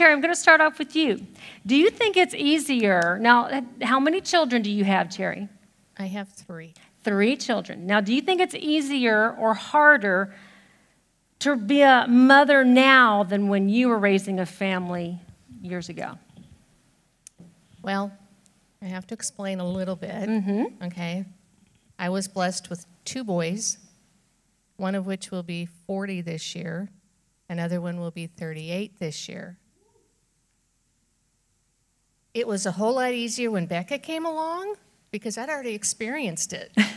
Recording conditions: large echoing room